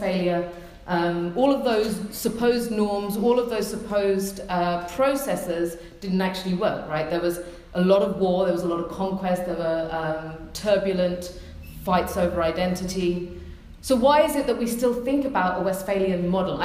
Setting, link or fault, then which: setting, live audience